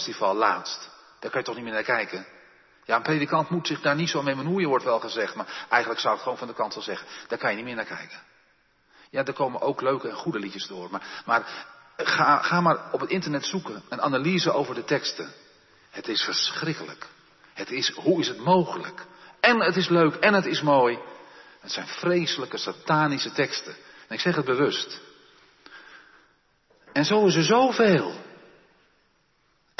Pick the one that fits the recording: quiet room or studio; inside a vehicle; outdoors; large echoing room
large echoing room